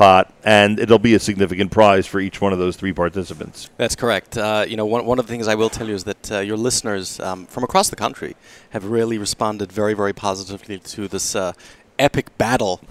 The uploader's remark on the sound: Live from Sammy's in Teaneck, NJ